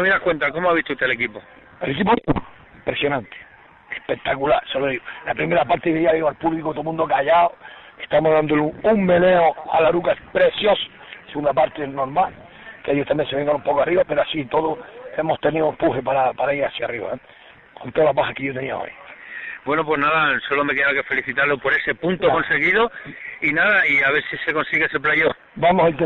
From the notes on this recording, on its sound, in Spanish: Entrevista telefonica